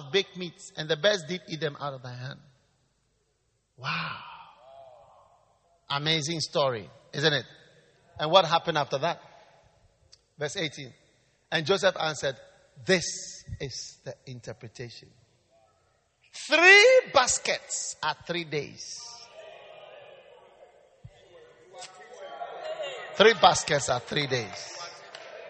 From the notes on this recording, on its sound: Preached at the Wisdom Impartation Service, LCI Lily of the Valley Cathedral, Teshie.